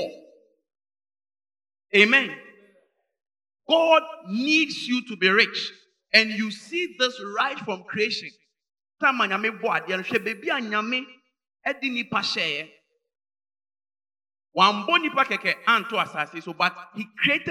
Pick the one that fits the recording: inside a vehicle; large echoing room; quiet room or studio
large echoing room